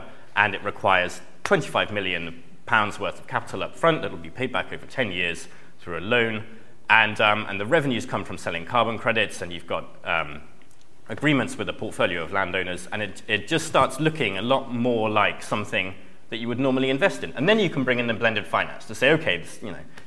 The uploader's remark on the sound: On this live podcast recording of Talking Cop.